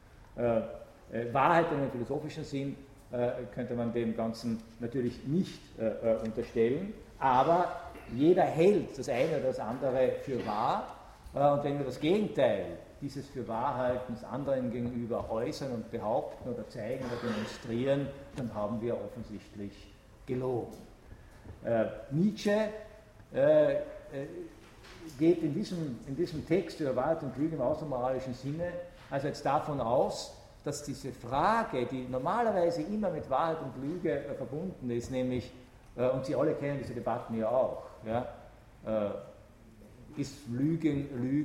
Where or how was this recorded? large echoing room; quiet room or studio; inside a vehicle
large echoing room